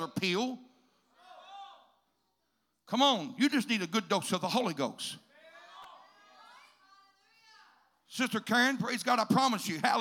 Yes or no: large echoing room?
yes